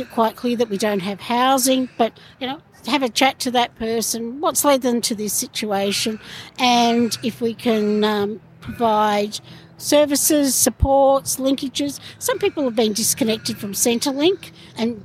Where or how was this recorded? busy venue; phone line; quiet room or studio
busy venue